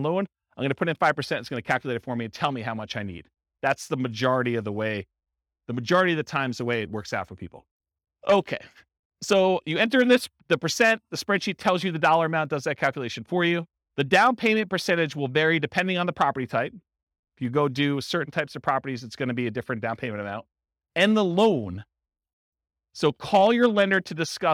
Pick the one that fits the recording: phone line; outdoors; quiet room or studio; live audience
live audience